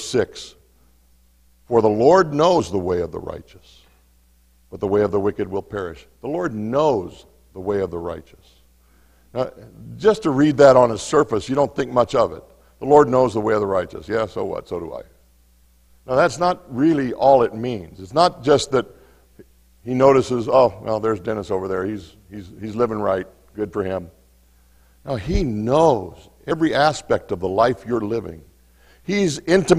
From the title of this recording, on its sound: Mt. Zion Church Live!